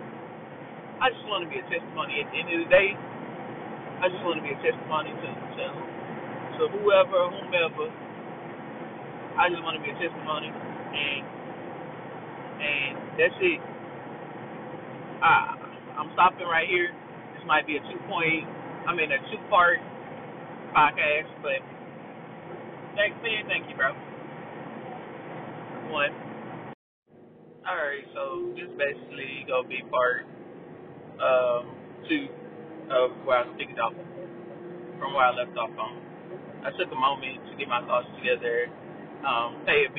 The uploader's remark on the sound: this a car episode the audio ain't the best